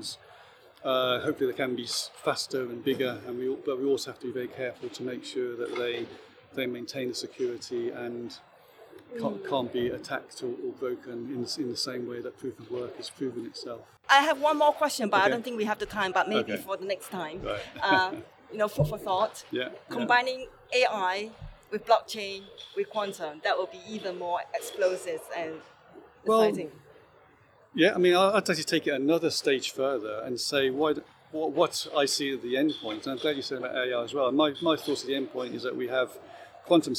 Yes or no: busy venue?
yes